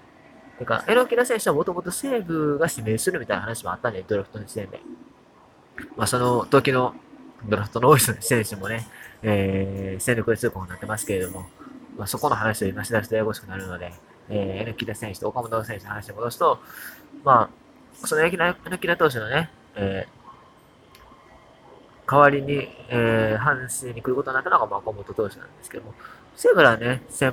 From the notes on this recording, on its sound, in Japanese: 10/4寝台特急サンライズ乗車前の大阪駅で収録。